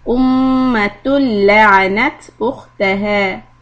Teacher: So we have إدغام without غنة in لام شدة in أمة لعنت أختها